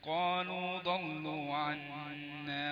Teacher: اللام بتاعت ضلوا جت تخينة شوية يعني مشي مع الضاد